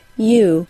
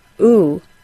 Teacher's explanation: the only difference in the pronunciation of these sounds is the addition of a Y sound to the long U sound. Yes, the long U sound is a Y sound plus an OO sound.